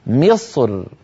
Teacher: فيفخم المتكلم الصاد ثم مباشرة يرقق الراء من غير تكلف